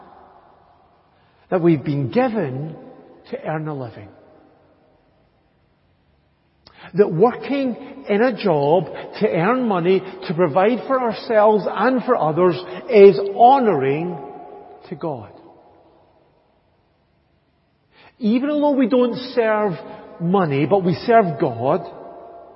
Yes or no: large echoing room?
yes